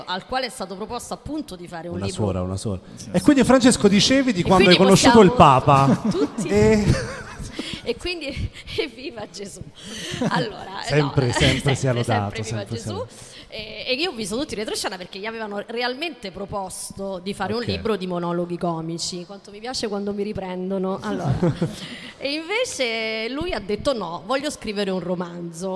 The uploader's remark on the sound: Live dal Foqus di Napoli.